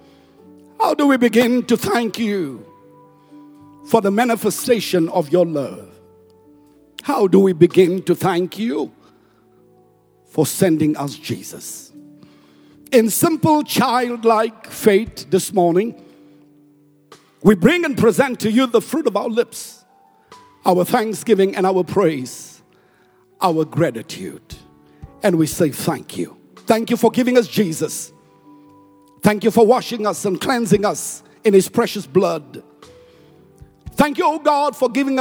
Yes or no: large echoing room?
yes